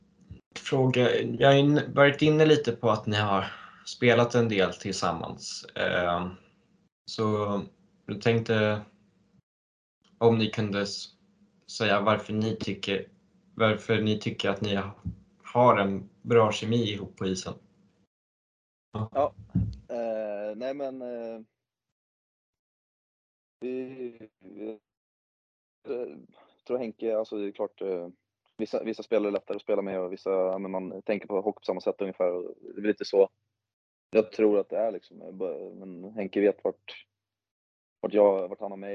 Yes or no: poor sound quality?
yes